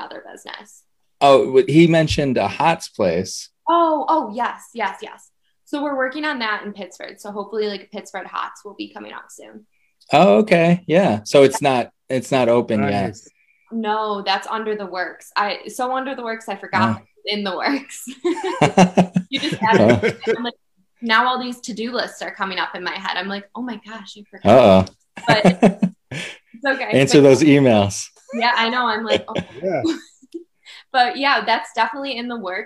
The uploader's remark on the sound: Record Live on Zoom.